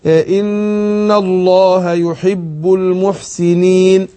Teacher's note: ثلاث اوجه بالسكون المحض، حركتين واربعة وست